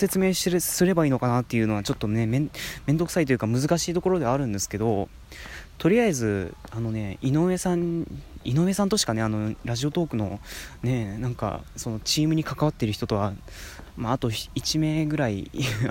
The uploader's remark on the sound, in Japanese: おさんぽしよ。＠とある公園